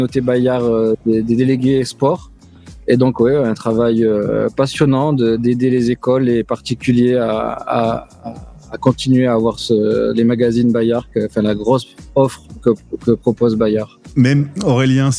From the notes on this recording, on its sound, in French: Une fois n'est pas coutume, cette interview a lieu en direct d'un parc... Bienvenue à Central Park à New York.